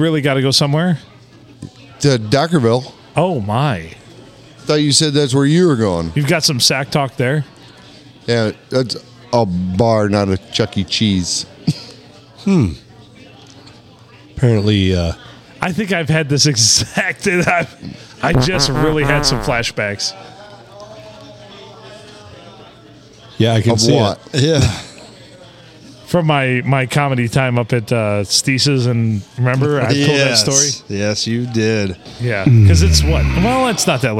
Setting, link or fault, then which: setting, busy venue